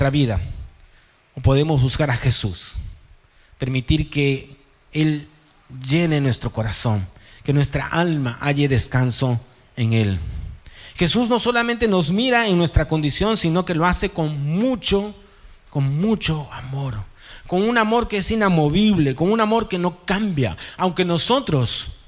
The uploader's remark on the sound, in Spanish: presentado en vivo el domingo 9 de julio de 2023 Este podcast es la retransmisión de la reunión de iCafe de cada domingo